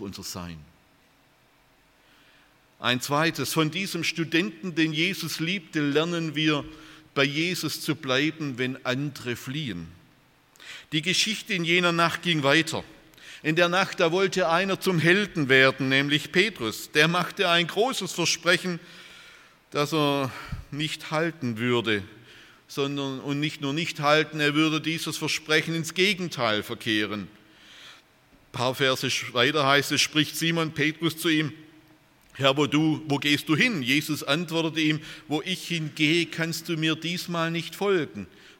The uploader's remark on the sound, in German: Aus dem Gottesdienst der Liebenzeller Mission.